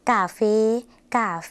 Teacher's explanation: กาเฟ่ภาษาไทยออกเสียงสระแอแต่ภาษาลาวออกเสียงสระเอค่ะ